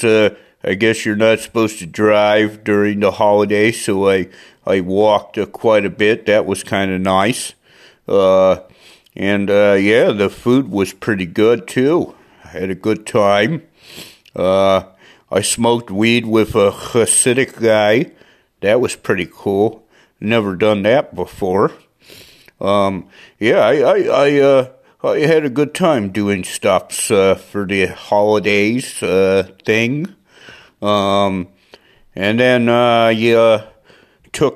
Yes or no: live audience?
no